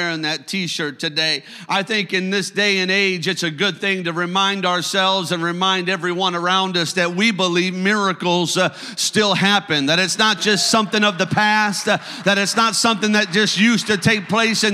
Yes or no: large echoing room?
yes